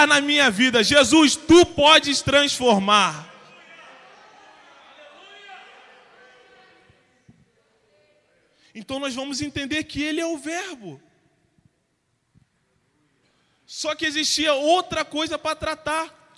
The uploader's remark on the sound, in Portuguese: CULTO DE LOUVOR E PALAVRA AO VIVO.